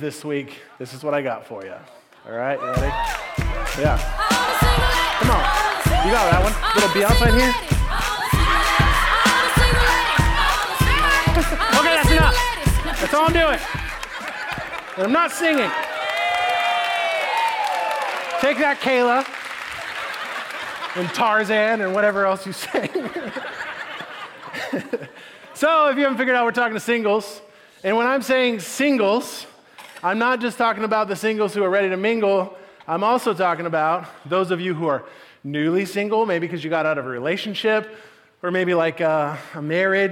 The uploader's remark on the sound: Message delivered at the Benicia campus